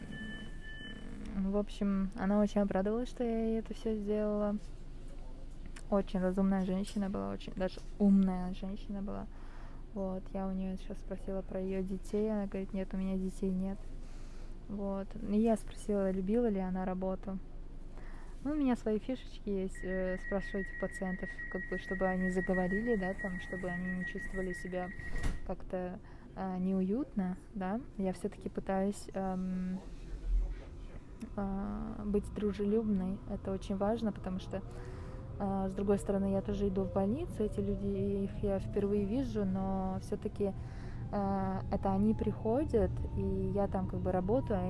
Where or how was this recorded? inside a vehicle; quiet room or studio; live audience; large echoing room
inside a vehicle